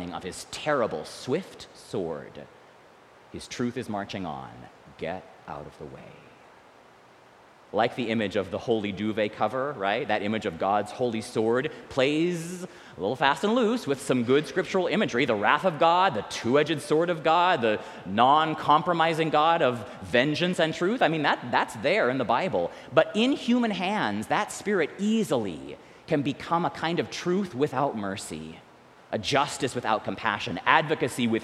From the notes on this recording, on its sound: recorded live at the 10:00am service on Sunday, May 14, 2023